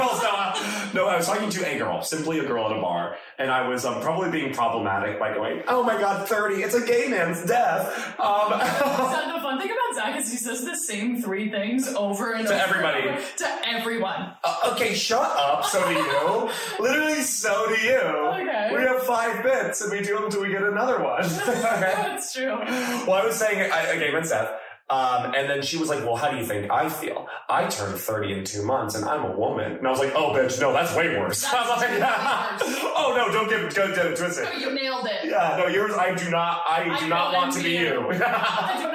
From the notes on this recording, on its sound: Recorded on an iPhone. This week we accidentally only recorded the audio on an iphone.